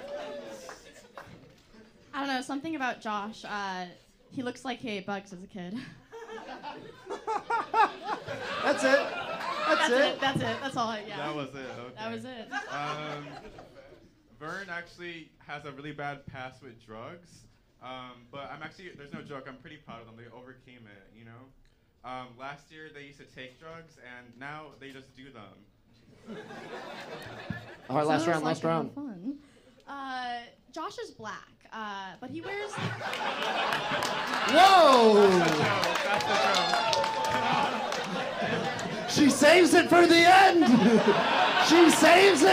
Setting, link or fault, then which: setting, busy venue